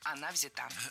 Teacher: И только лишь в женском роде ударение переносим на окончание.